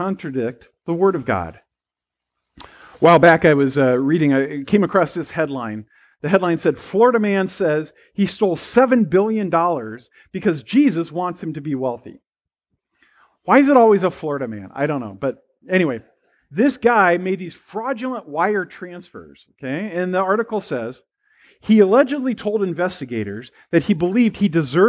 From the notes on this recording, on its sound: at First Presbyterian Pine City on Sunday, August 14, 2022.